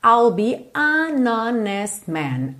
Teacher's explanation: Esse I will contraído, I'll, linguinha lá no céu da boca.